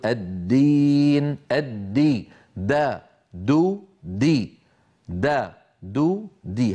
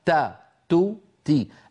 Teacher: المخرج واحد ولكن الخلف بينهما في صفة الجهر، فالدال مجهورة والتاء مهموسة